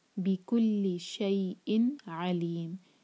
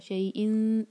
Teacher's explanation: Equal تنوین کے بعد ہمیشہ حروف حلقی آتا ہے، عین حروف حلقی میں سے ہے، تو یہاں پر ہم اظہار کریں گے. اظہار مطلب ہم نون کے ساؤنڈ کو کلیئر پڑھیں گے · Shown in: first take